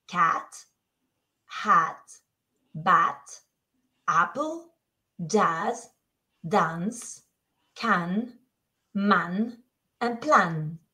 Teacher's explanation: it's short and sharp, and we make it with our mouth open, your tongue low, and your lips relaxed